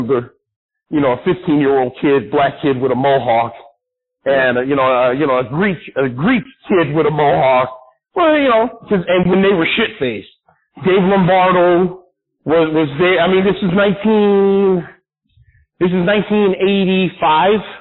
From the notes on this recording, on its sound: a phone interview